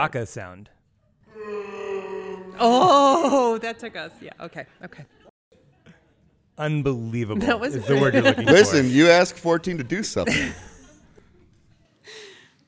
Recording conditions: live audience